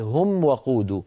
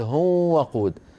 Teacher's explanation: لا تدغم الميم في الواو · Shown in: first take